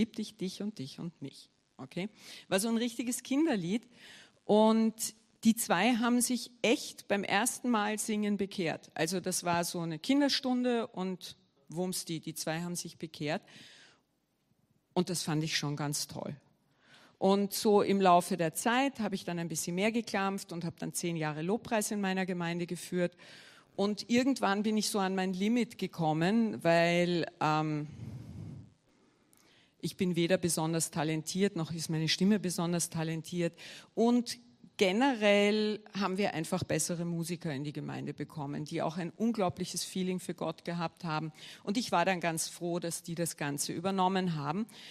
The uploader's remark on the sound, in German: Gottesdienst live aus der LIFE Church Wien